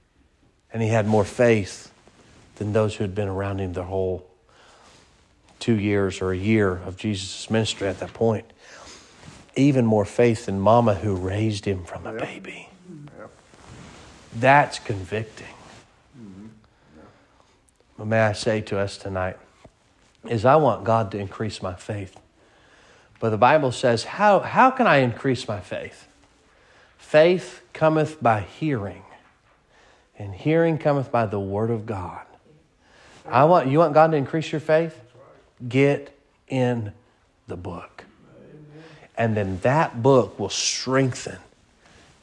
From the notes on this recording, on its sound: Sermon preached at Mid County Baptist Church